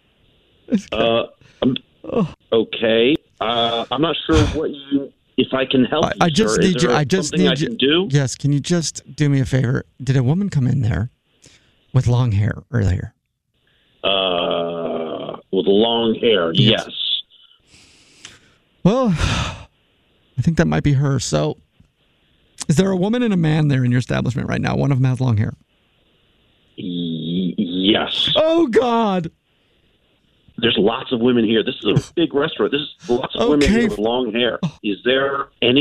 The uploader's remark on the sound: Phone Prank